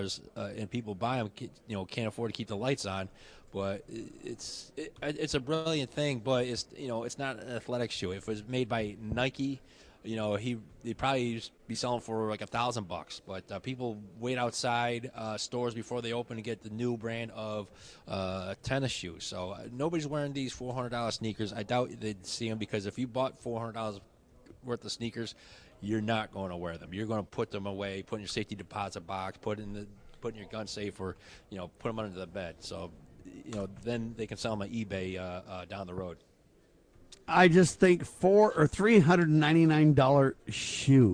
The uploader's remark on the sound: Live From CPAC